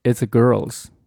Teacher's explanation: 这里面 it's 和 a 连读